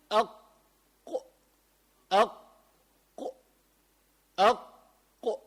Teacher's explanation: لما بقول أقصى اللسان معناه آخر من جوا، يعني أقرب إلى الحلق. أول شيء أقصى اللسان يعني من الآخر، مما يلي الحلق يعني من بعد الحلق، وما فوقه من الحنك الأعلى، يعني صعودا إلى الحنك الأعلى يخرج من هناك القاف. حتى نعرف هالشيء قلنا منسكن القاف مندخل عليها همزة، فمنقول أق أق أق.